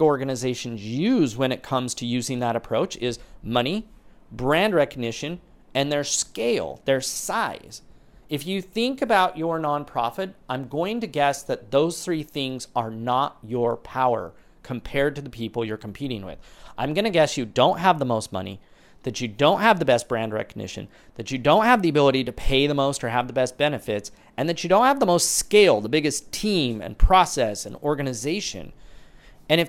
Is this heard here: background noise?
no